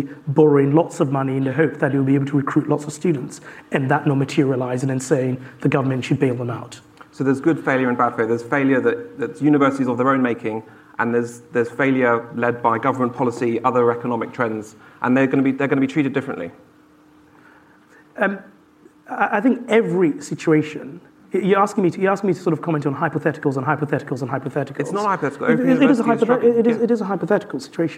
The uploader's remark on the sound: live at Wonkfest18